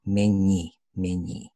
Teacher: my tongue is rather high in my mouth as I articulate the M, and certainly with the N as well.